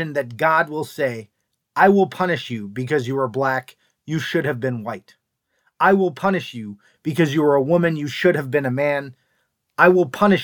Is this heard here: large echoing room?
no